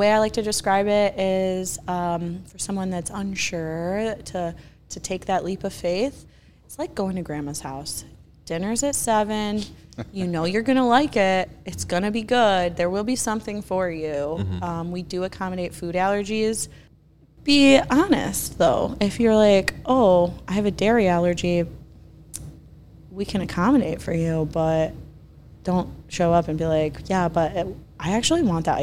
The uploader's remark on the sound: We're on location at Black Iron Bystro.